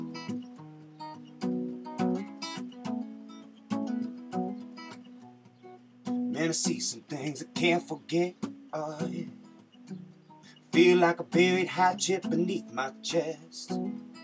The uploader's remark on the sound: while traveling the back road, highways and byways in a converted 1991 International school bus named the Chool Bus